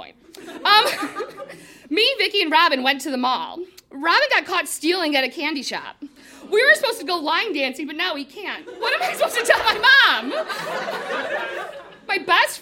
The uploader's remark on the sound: Recorded live in Chicago.